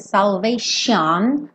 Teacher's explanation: esse T vai ter um som de X